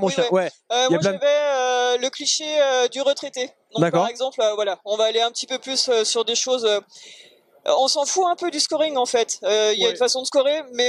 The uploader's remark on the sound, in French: Nous sommes au Festival Professionnel des Jeux de Vichy 2023